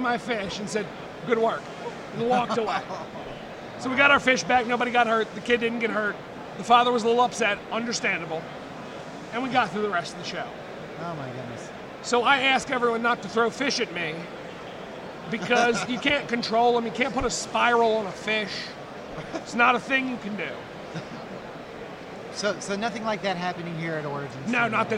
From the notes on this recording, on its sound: The SwarmCast was at Origins 2019, and we recorded with some pretty cool folks!